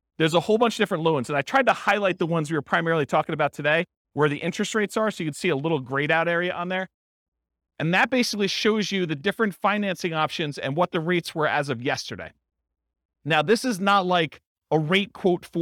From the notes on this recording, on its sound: This was a live class recorded